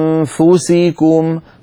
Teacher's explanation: لما تقول أنفسكم تنتقل من الهمزة إلى مخرج الفاء مباشرة بدون ضغط على مخرج الفاء، هكذا وتأتي بغنة من الأنف، ثم لما تصل إلى الفاء تضغط على مخرج الفاء، هكذا أنفسكم، فالضغط يكون عند وصولنا في النطق إلى حرف الفاء.